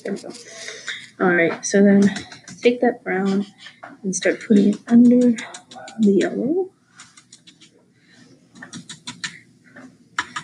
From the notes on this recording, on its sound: I choked on an apple before filming and so the microphone decided to pick up on my unnecessary breathing constantly.